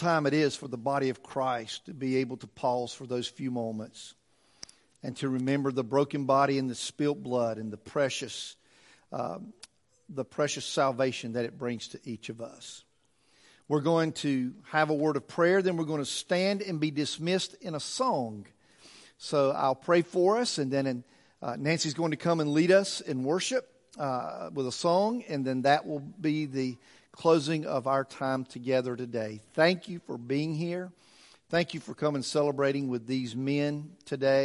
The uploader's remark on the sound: Weekly sermons recorded at the First Baptist Church of Locust, NC